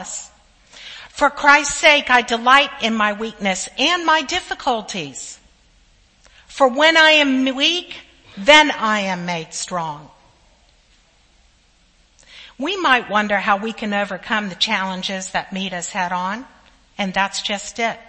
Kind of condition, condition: setting, large echoing room